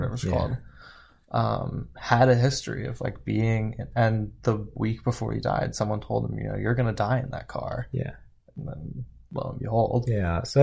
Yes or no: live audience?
no